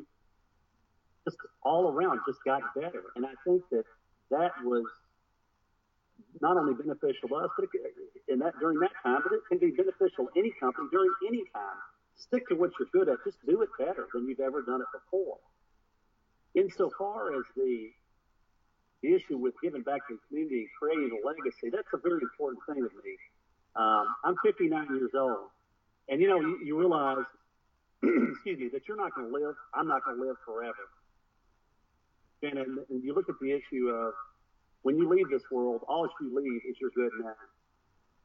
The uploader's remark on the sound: Note: some problems with audio throughout the track.